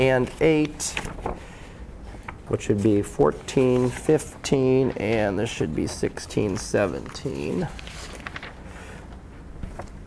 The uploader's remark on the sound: Live Class Lecture.